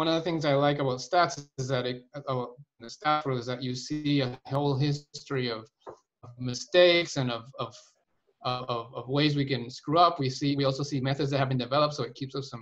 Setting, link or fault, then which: link, video call